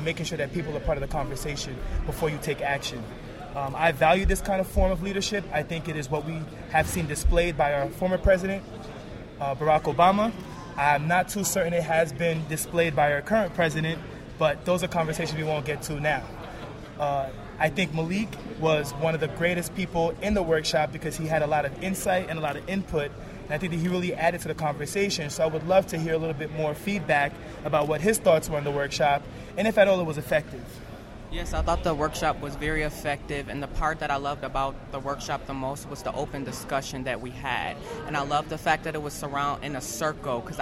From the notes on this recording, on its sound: live at the Men of Color Summit at SUNY Fredonia in Fredonia, New York